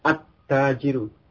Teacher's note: Jadi lamnya masuk ke ta